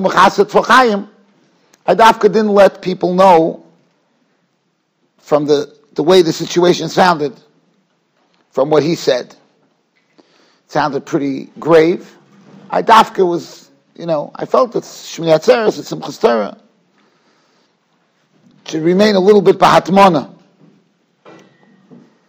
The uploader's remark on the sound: Shiur recorded in Yeshivas Ohr Reuven, Monsey, NY.